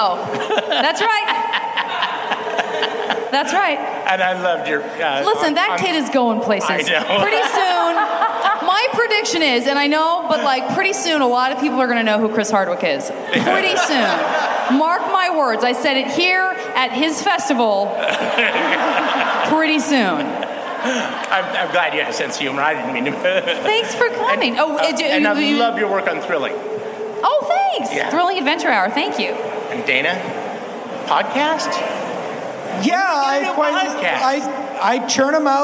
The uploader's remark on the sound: Live from Id10tfest